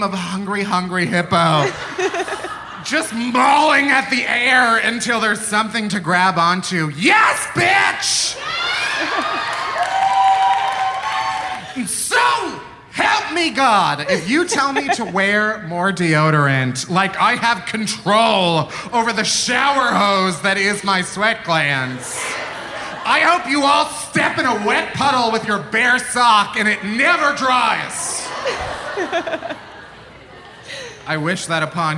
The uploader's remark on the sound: Live from Philly! Live on stage at the Philadelphia Podcast Festival.